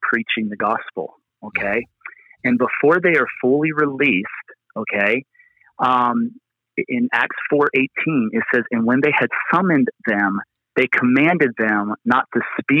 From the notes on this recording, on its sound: Location: Phone